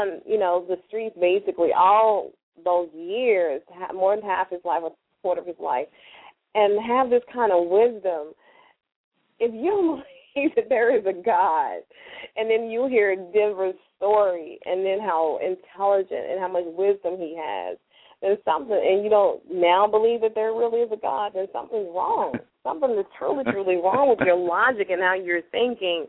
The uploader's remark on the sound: LML uses a progressive live call in format.